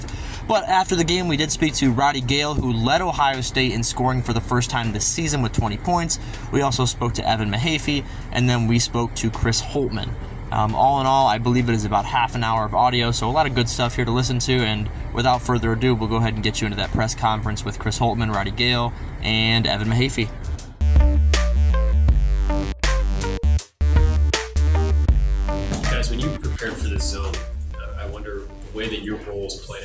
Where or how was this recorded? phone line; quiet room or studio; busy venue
busy venue